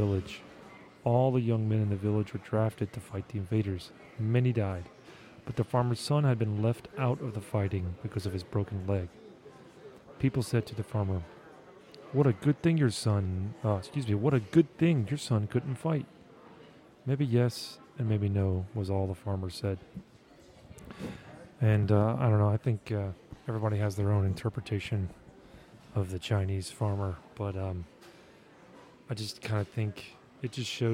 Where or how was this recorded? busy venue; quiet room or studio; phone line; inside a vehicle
busy venue